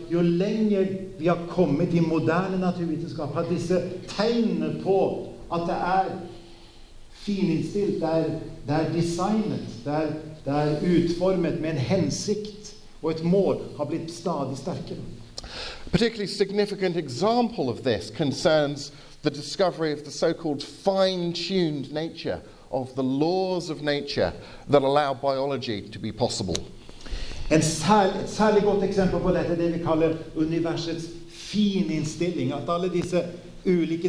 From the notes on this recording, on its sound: Sermon delivered at Misjonshuset Kristiansand, with translation into Norwegian